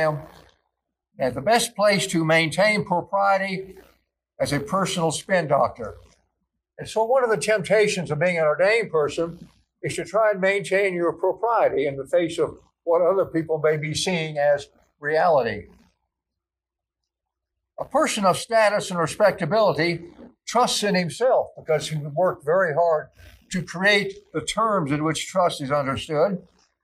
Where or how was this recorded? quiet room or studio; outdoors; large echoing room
large echoing room